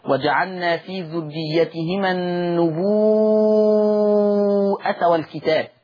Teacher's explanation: تقرأ النبوءة وتمد الواو مدا مشبعا مدا متصلا